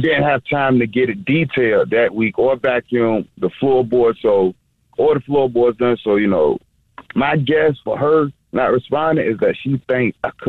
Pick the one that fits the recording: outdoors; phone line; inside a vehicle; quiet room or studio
phone line